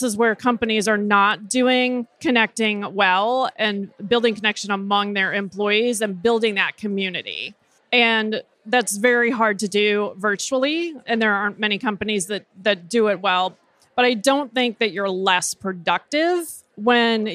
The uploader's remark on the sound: Live from TA Week at the Qualifi booth